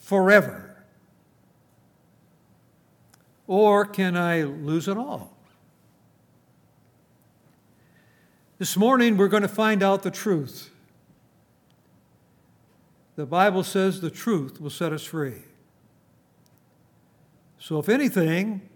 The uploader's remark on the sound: At Grace Bible Fellowship in Front Royal, VA.